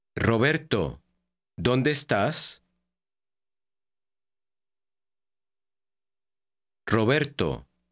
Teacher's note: When an R occurs at the beginning of a word, it is rolled or trilled more than usual.